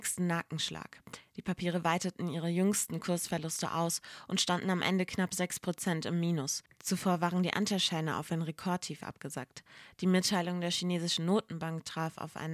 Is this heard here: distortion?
no